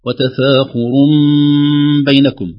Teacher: وتفاخر بينكم، ننتبه لحكم الإقلاب في تنوين الراء قبل الباء، وهو قلبها نون تنوين، قلب نون التنوين إلى ميم في النطق معها إخفاء وغنة. وتفاخر بينكم مقدار حركتين.